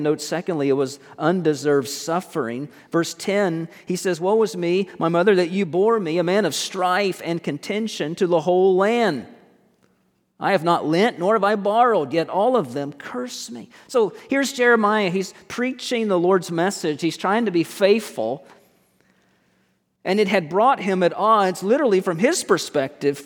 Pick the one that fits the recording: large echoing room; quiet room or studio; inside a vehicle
large echoing room